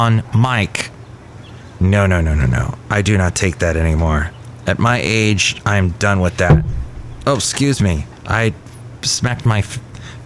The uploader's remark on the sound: podcasts live from Cafe Anyway